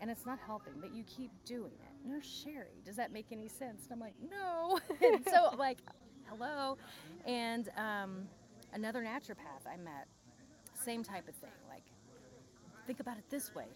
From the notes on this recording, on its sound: on location at Goody Farms in Joplin, MO